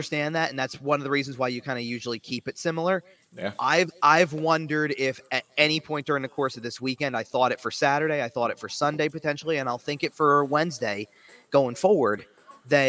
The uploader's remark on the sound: Live From The Farg. Checks in live from Wells Fargo Center.